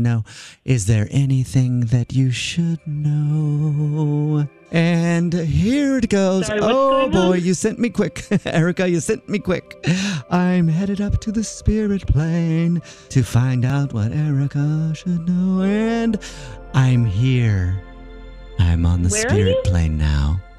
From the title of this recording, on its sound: Phone Prank